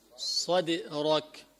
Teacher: قلقلة الدال مائلة للكسر، مائلة للكسر.